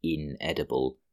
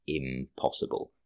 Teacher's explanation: An example of assimilation, reasonably obvious one in English, is the suffix in, which has the allophone, i.e. alternate pronunciation of im, if it's before a consonant that's pronounced with the lips · Shown in: second take · So you have inedible, but impossible, if that makes sense.